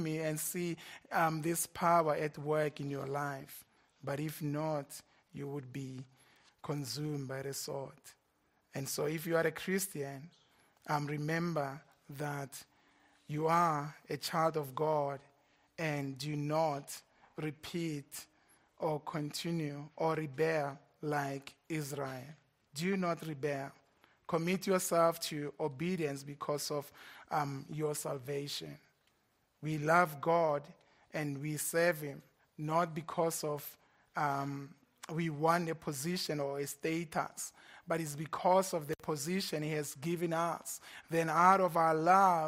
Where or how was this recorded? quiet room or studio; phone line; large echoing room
large echoing room